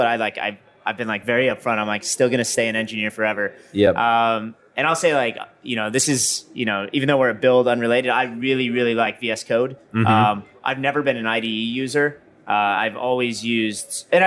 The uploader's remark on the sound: LIVE at Microsoft Build